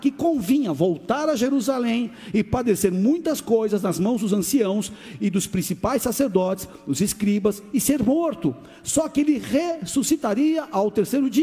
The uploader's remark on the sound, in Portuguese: Áudio extraído do Culto do dia 16 de de Julho de 2023.